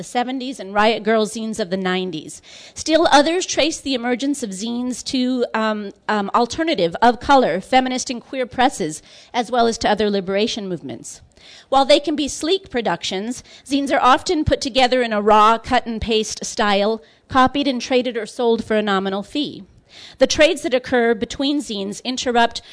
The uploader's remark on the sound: Excerpts from the 2014 Tucson Festival of Books Nuestras Raices